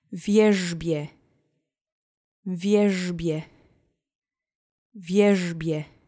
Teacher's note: You'll need your duck face again for this because the RZ letter combination makes a phoneme. So take the zh sound, which we have in English, and shove it through your duck face, and you'll get the zh phoneme